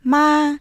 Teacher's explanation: 普通の声の高さよりもやや高めに平板に発音する · Term: 第一声